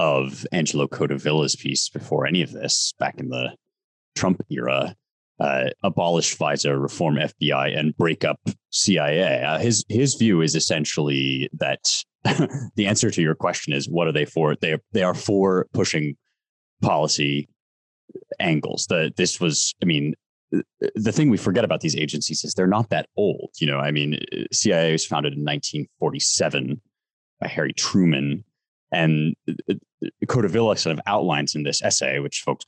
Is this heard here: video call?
yes